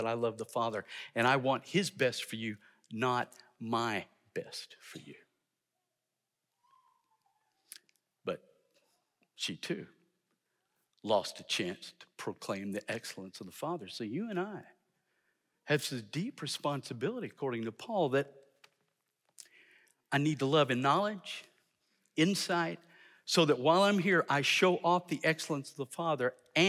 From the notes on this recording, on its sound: in #SWBTSChapel on February 7, 2023